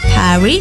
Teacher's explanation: huruf konsonan di akhir kata tidak diucapkan sama sekali · Term: silent letters